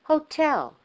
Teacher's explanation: No flap. There's no flap in 18th, hotel, and totality because the syllable where the T appears is emphasized.